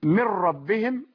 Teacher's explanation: بعد أن نصليها ونسلم على سيدنا رسول الله صلى الله عليه وسلم، من ربهم الراء مشددة ما دامت مفتوحة تعامل على أنها مفتوحة، راء مفتوحة فهي مفخمة